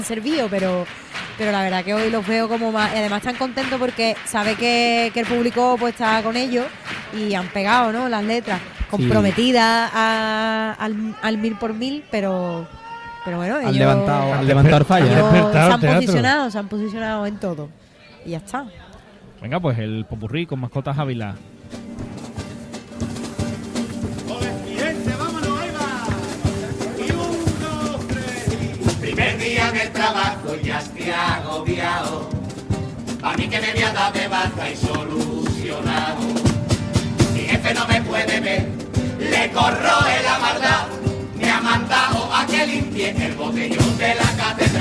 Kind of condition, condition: setting, live audience